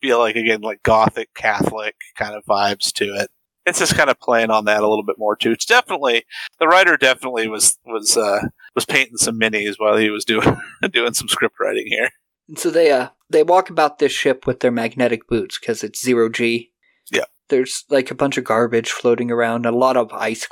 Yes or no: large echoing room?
no